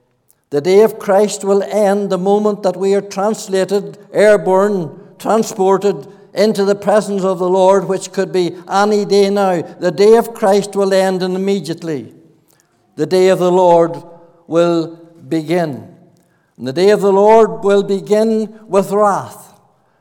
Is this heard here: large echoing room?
yes